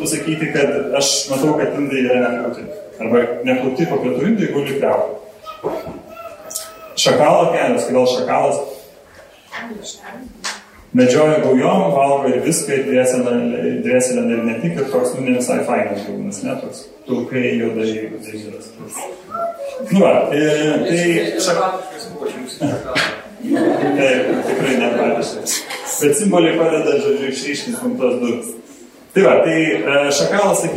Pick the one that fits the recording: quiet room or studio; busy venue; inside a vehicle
busy venue